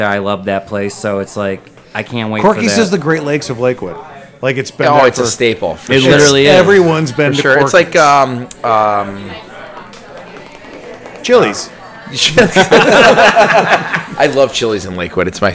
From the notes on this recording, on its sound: Recorded at Bookhouse Brewing.